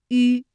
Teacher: 乡四镇里面说，高高的粉墙，静静的河水，白墙黑瓦，疏疏的垂柳，通通清晰地重复在倒影里，现实世界与倒影世界组成了一幅完整的画面。悠扬的笛声伴着清澈的河水，仿佛在诉说着千百年来古镇柯桥中发生的传奇故事。颂游中国的最后呢，我们一起再来复习一下迂以及迂开头的韵母。那刚才我们也说到，韵母迂呢是舌面单韵母，它的发音时候的特点是两唇要拢圆，略向前凸，舌尖抵住下齿背，使舌面前部隆起和硬腭前部相对，声带震动，软腭上升，关闭鼻腔通路。韵母开头的是迂的韵母呢，我们把它统称为搓口呼。发音的时候双唇搓拢成圆形，所以叫做搓口呼。迂、约、渊、晕。那大家要注意的是，如果迂前面遇到了鸡七夕的时候，迂上面的两个点要去掉了。这个顺口溜就是小迂有礼貌，遇到鸡七夕就摘帽，这是在书写当中的注意事项。